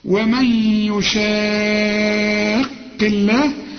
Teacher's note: مد وبعده حرف مشدد برضو لازم امد ست حركات · Term: مد لازم